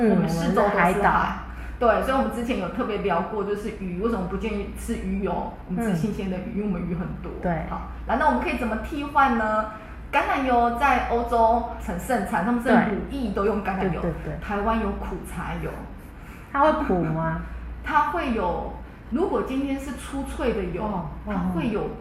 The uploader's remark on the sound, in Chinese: 因更換錄音地點，聲音有點空曠，再請多多包涵